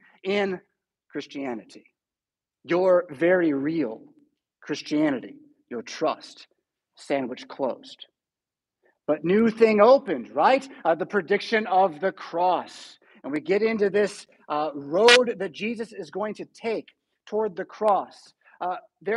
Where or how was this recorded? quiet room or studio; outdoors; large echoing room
large echoing room